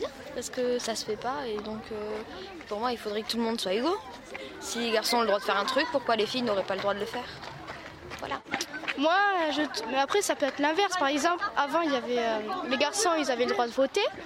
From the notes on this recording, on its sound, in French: Quand la radio s’invite dans un collège – 1ère partie à Auterive. Les élèves de 5ème1 et leurs enseignants du collège Antonin Perbosc d’Auterive se sont prêtés au jeu, pour monter une émission. Tous les ingrédients y sont : générique, lancements, micro-trottoir, débats sous forme de jeu de rôle…